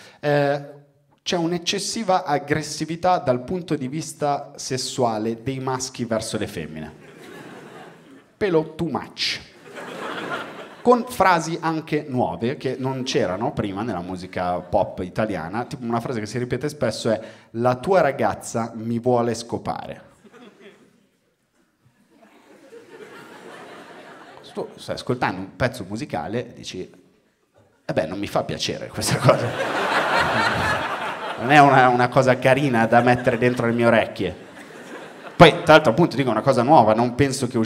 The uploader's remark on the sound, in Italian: Registrato a Firenze al Teatro Puccini